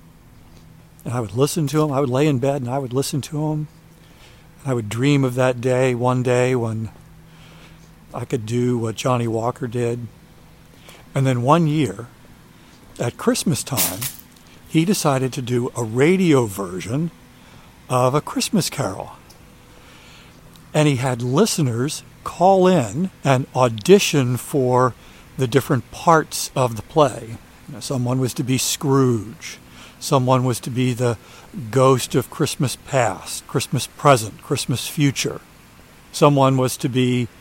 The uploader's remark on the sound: A Middle Of The Night Walk. During today's ten-minute walk. A guided tour of where he's walking.